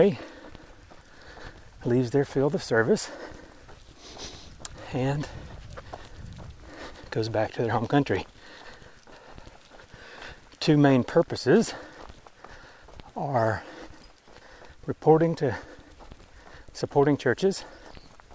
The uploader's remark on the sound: I have lots of time to think while walking the dog. Recently I am also carrying a 10kg pack while walking so a recorder was easy to stick on top!